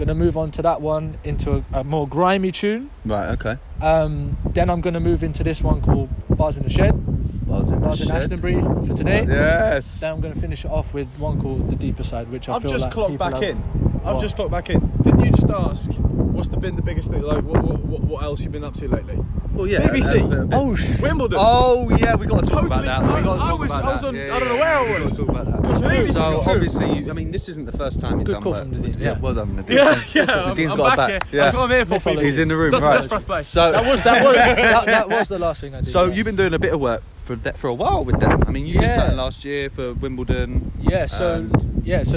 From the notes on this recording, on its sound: A very special, windy podcast from Ashtonbury Festival in Kent.